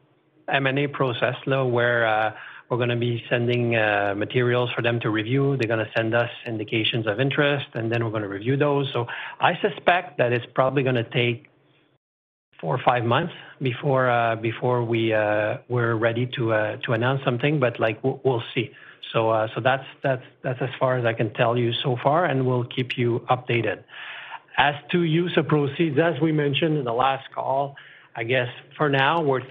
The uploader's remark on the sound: First quarter 2021 earnings call for George Weston Limited.